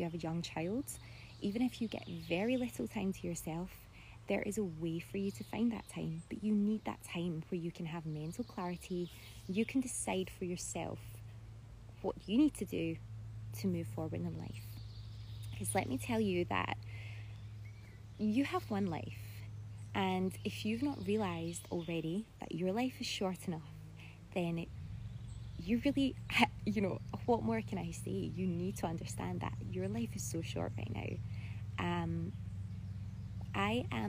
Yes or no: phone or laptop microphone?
yes